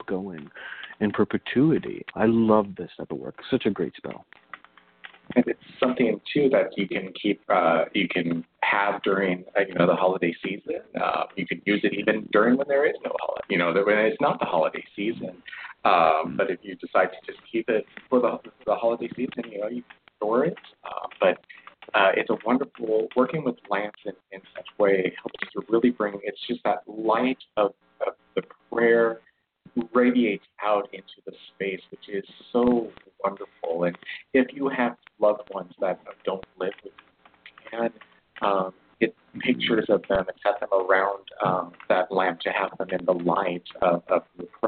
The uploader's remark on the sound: a real, live call-in show